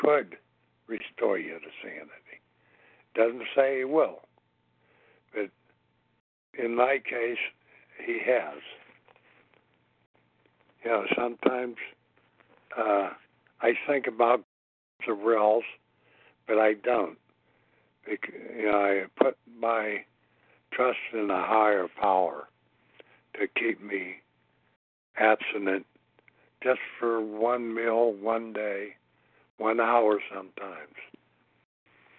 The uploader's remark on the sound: from the 100 Pounders Phone Meeting, 10/28/23